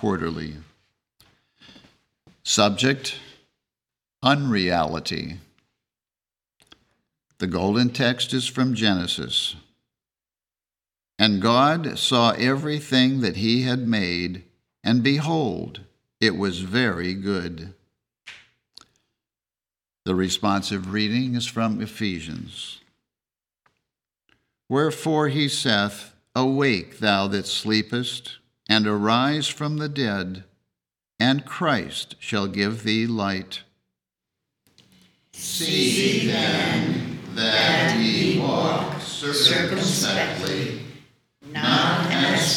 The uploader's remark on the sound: The Sunday service audio.